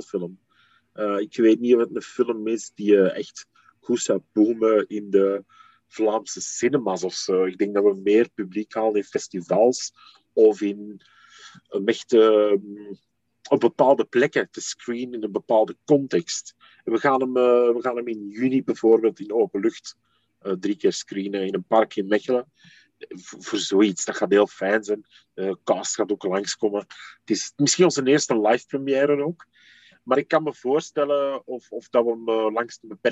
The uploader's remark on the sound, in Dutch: Het interview werd gedaan via zoom.